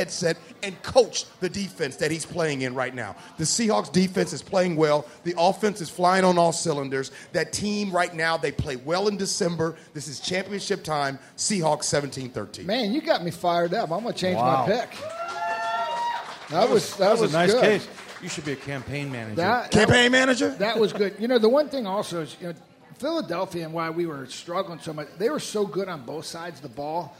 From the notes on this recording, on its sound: live at Pearl Bar and Dining